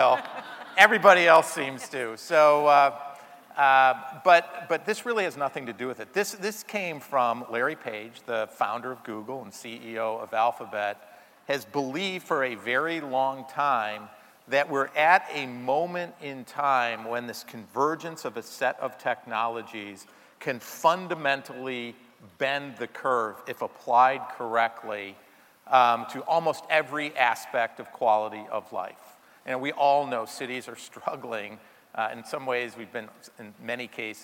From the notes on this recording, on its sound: In #Toronto, at #The Elevate Technology Conference and captured his talk on stage.